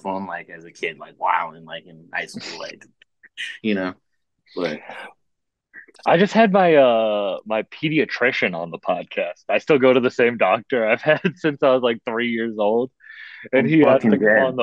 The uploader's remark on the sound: I sit down on zoom with one of the best producers in the game.